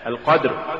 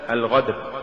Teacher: وعلى هذا فإنه لولا شدة القاف ومخرجها لصارت غينا · Shown in: first take